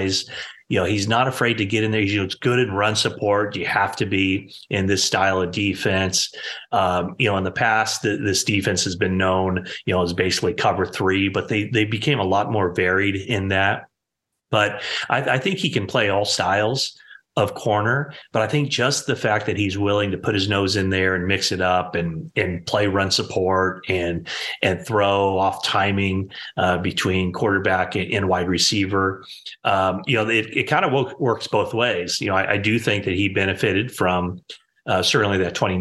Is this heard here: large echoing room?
no